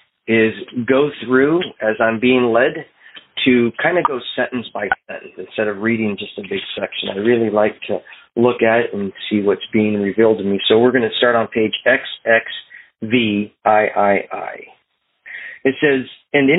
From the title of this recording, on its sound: Phone Meeting Workshop